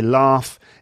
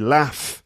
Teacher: I say laugh, in the North it would be laugh, with a short A sound · Shown in: second take